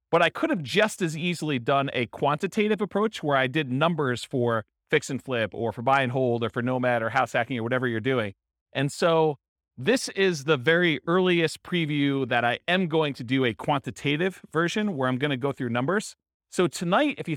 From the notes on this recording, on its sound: This was a live class recorded